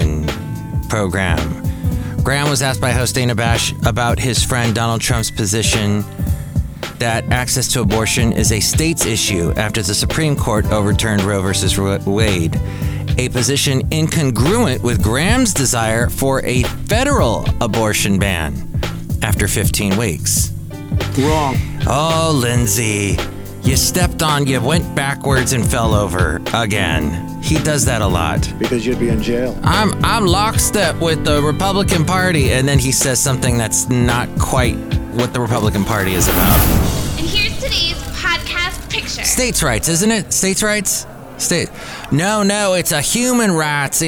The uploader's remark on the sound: podcasts live from Café Anyway